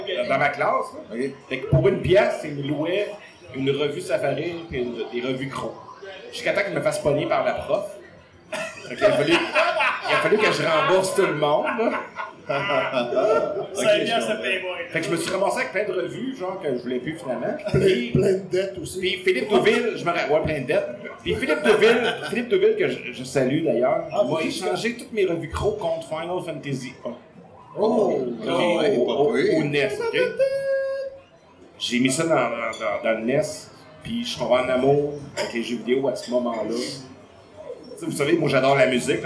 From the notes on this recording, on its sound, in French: Spécial LIVE au Bar Arcade MacFly. Épisode enregistré LIVE devant public au bar arcade MacFly à Québec. En plein milieu du bar arcade. Ayant eu un petit soucis technique pour l'enregistrement de l'épisode, la qualité audio n'est pas optimale.